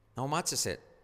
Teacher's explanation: La T final casi no se dice.